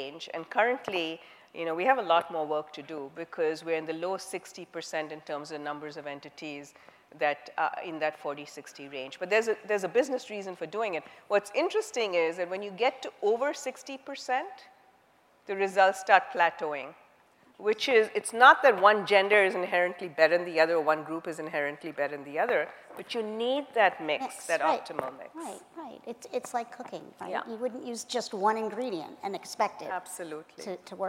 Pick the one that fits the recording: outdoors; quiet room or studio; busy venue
busy venue